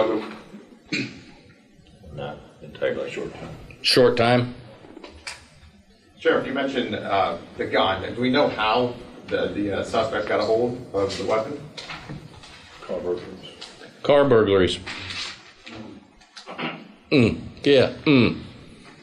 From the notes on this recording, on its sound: press conference from the Marion County Sheriff's Office